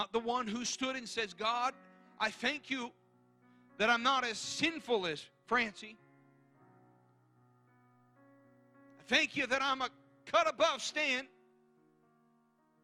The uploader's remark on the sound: guest preaching at Calvary Tabernacle in Wrightstown, NJ